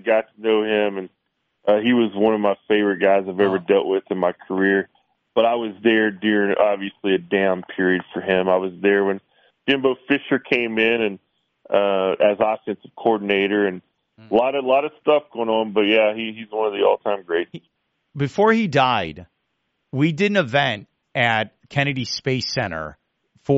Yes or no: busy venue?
no